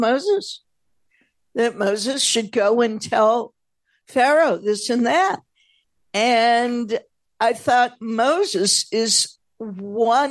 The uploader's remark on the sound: At Temple Beth Am, Los Angeles.